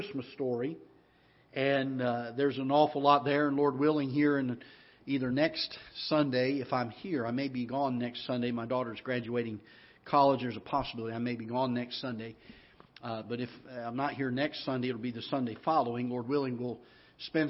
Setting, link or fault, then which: setting, large echoing room